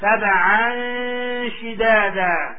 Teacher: سبعا شدادا. Notice how you merge in the tanween with the sheen and it merges in together. And then the sheen, because you have to stress it, comes in immediately after.